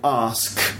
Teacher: ask ends in a k sound, and k is an unvoiced consonant sound. Unvoiced because you don't use your voice.